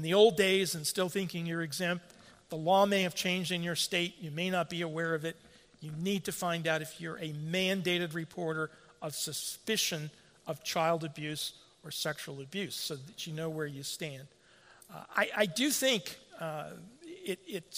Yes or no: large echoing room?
yes